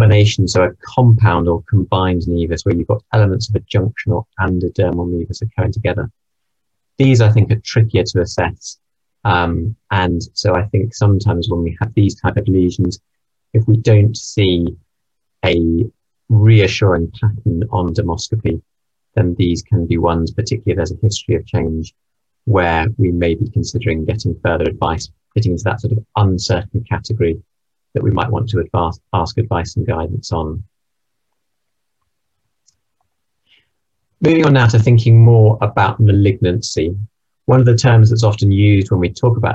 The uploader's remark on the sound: This recording is taken from the webinar Heart Failure & Dermatology Update.